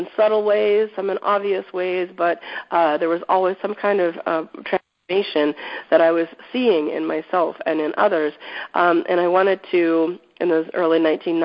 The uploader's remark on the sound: Teleconference